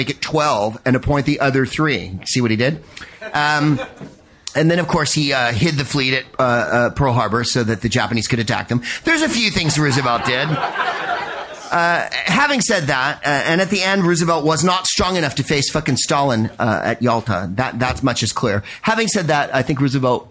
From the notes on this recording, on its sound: Proopcasting live from The Carleton in Halifax, Nova Scotia